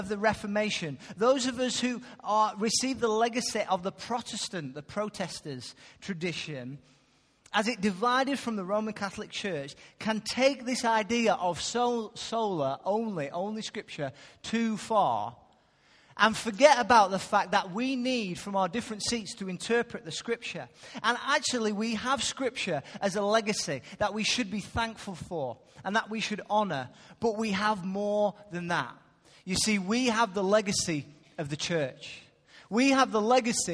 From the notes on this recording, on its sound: Recorded live at Life Church on Sunday 8th May 2016.